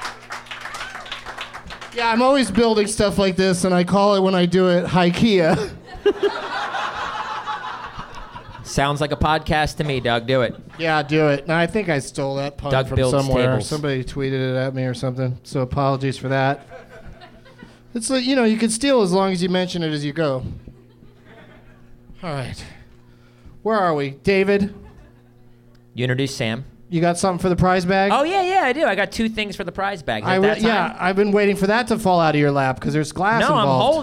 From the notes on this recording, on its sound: Live from the American Comedy Company in Sweet Home San Diego